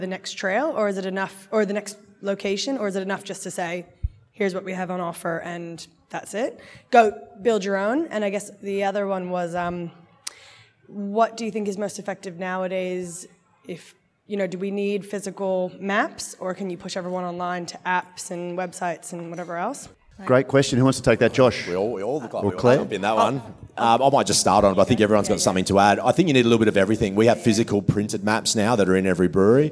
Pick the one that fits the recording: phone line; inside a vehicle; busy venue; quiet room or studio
busy venue